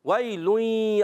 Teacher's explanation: آواز آ رہی ہے ناک میں، آواز جا رہی ہے وئی لوئی، تو یہ ادغام مال غنہ ہو گیا